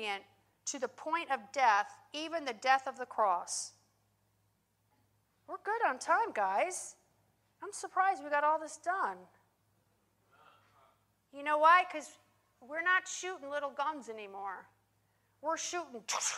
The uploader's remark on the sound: In this teaching, recorded live at Worship Church.